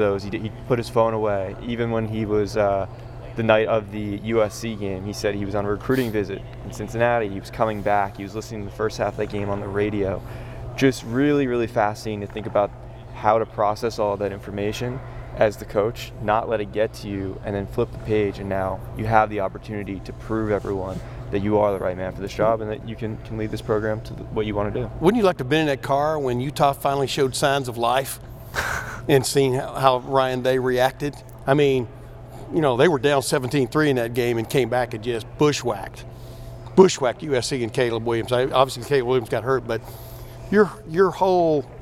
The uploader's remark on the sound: Met with the media for his press conference to preview the Bulldogs.